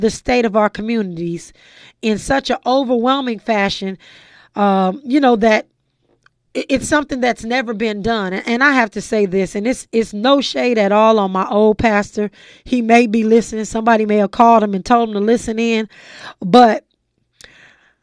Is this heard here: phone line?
no